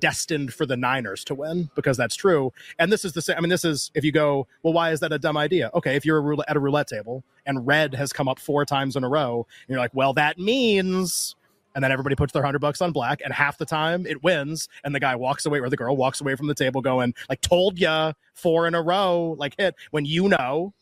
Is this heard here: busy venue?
yes